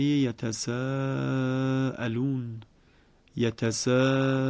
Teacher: ابن کثیر به هر دو روایتش یعنی بزی و قنبل مد متصل رو به توسط قرائت کرده است، یعنی به چهار حرکت کشش. در همون آیه نخست کلمه یتساءلون یتساءلون، اینجا به میزان کشش توسط این مد متصل رو میکشیم.